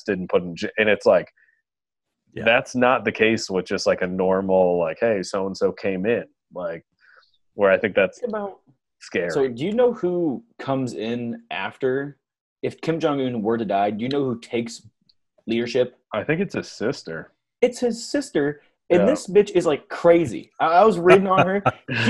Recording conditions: video call